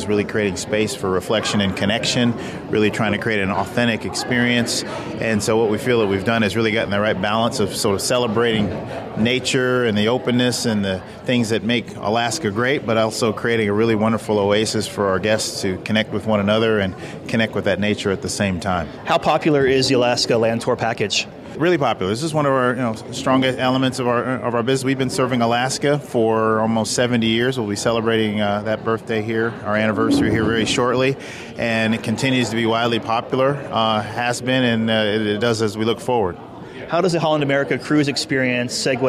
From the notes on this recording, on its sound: We are broadcasting from Alaska where Holland America Line is opening up a new part of their Mount McKinley Chalet called Denali Square. We're live at the event.